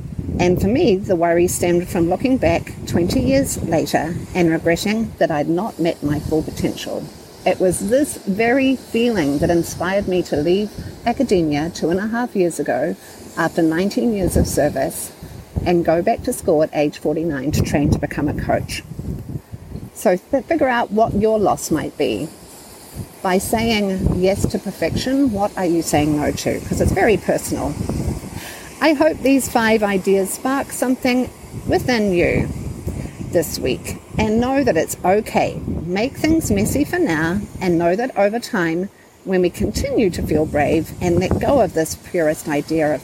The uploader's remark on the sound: Due partly to audio issues I self-created by recording at Lake Michigan.